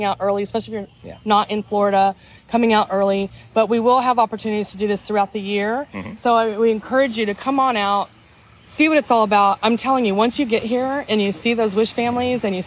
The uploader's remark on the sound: during the WCI-Give Kids the World Village Volunteer Service Day ahead of the WCI Conference in Orlando, Florida.